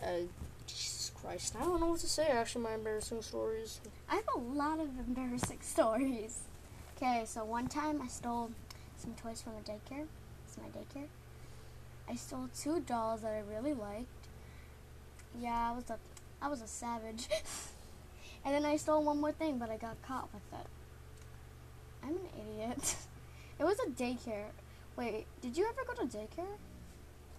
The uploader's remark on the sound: the audio is trash